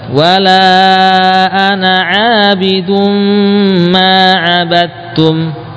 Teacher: tanwin bertemu mim harus dibaca dengan gunnah sempurna